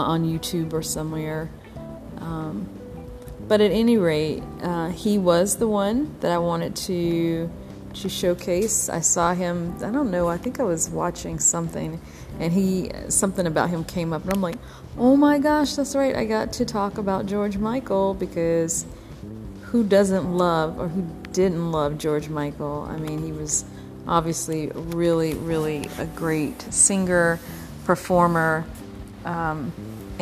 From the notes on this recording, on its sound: Sorry about the white noise on this episode!